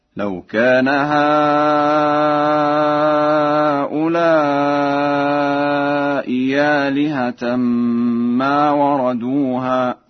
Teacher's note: فقد قرأها ورش بإبدال الهمزة الثانية ياء خالصة